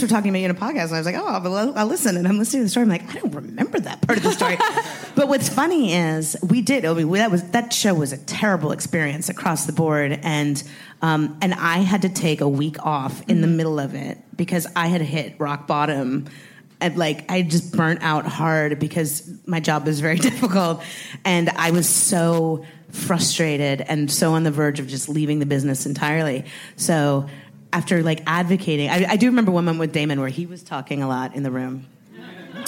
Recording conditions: busy venue